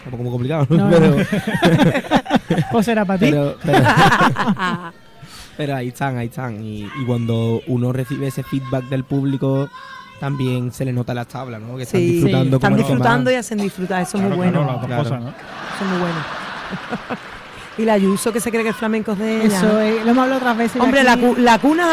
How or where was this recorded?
live audience